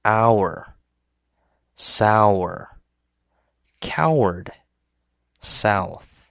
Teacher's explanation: The first one is when you combine O and U. It starts with the A sound and ends with the U sound.